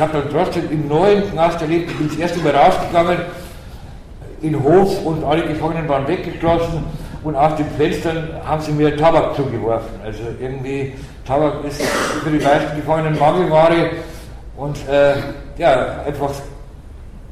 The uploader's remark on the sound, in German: Auf den A-tagen 09 (Hamburg). Mitschnitt des am 13.06.09 auf den A-Tagen stattgefundenen Workshops.